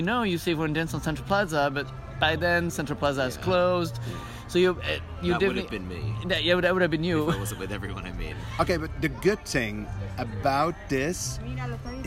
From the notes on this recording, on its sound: Live in Disneyland Park